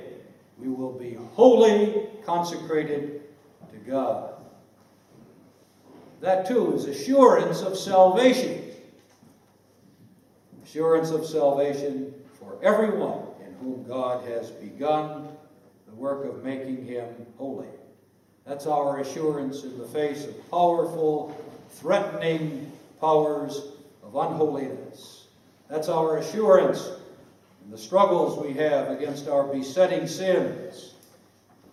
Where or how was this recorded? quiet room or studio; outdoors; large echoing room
large echoing room